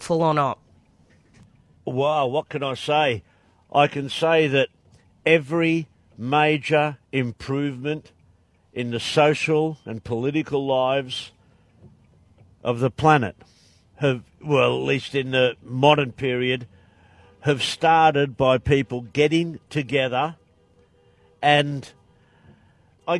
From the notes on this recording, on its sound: A live broadcast from the Motorcade for Palestine – to build a wall of sound on the streets of Burn City.